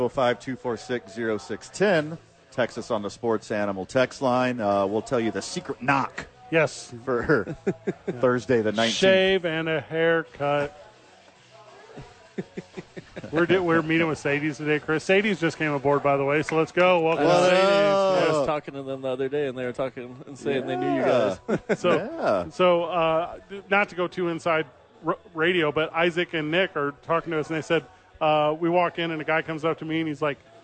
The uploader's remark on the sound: live from Safe House!